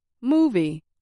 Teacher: For example, movie. I said moo a little louder and longer than V. If I had said movie, people probably would have had no idea what I was saying. · Term: syllable stress